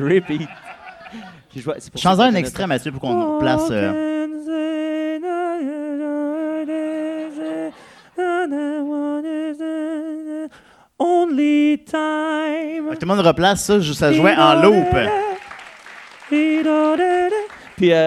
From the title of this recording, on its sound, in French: LIVE au Zoofest 2017